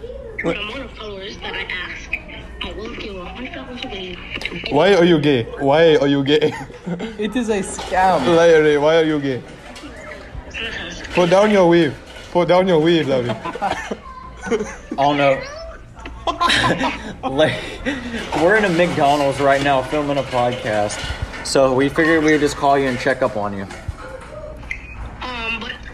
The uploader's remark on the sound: We set up a mic in Mcdonald's during an active tornado warning